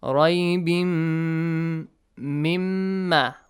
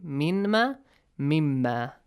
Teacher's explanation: So nun sakin is there and plus mim, idgham, with gunna.